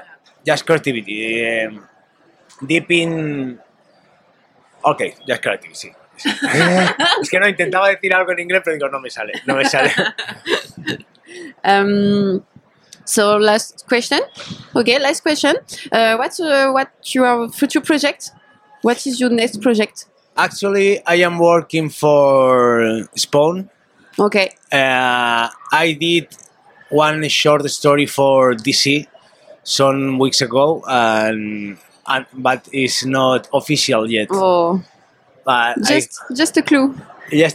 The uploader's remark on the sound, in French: lors du Paris Fan Festival où nous avons pu interviewer